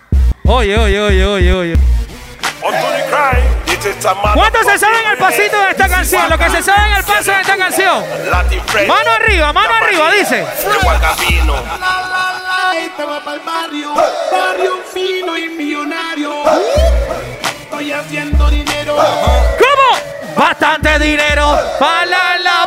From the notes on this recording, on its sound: Live Session at 5to5 Hotel Hilton Panamá